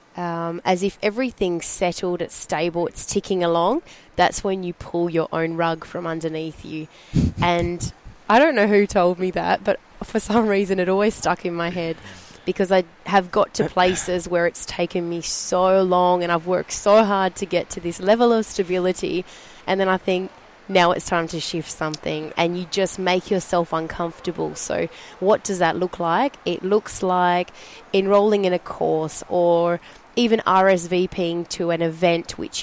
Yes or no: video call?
no